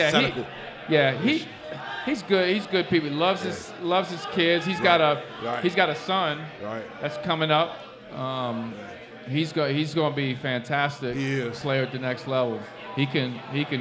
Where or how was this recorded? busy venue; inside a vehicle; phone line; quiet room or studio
busy venue